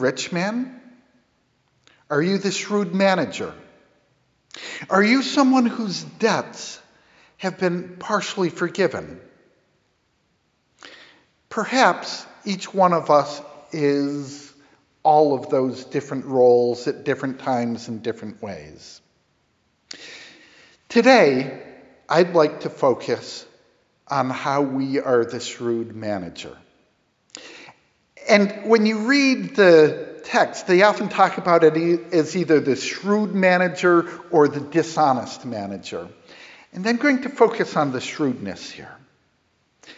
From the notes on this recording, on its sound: Sermon preached 9/22 at Grace Episcopal Church in Hartford, CT